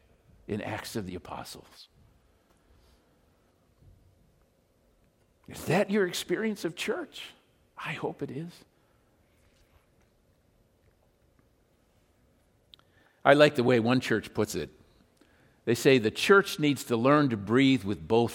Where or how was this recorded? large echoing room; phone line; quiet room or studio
large echoing room